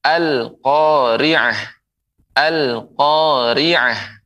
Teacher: Begitulah pengucapan alif lam dibaca dengan jelas tanpa ada samar sedikit pun.